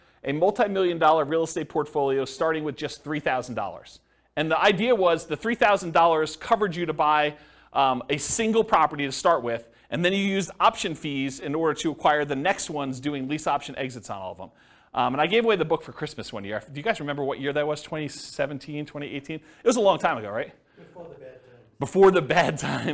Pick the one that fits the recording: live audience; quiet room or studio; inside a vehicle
live audience